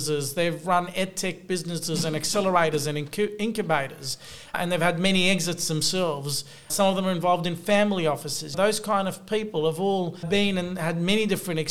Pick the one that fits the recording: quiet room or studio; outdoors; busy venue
busy venue